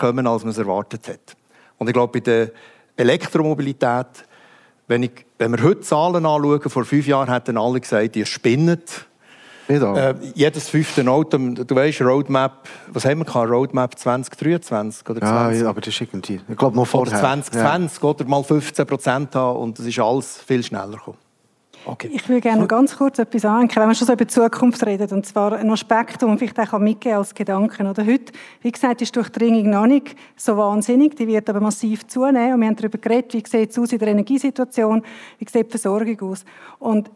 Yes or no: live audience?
yes